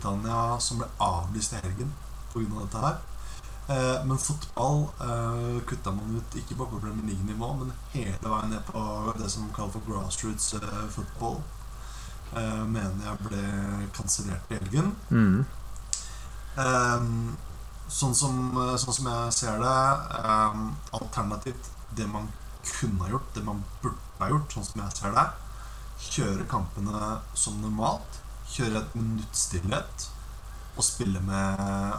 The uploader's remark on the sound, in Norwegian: Mye tekniske problemer med denne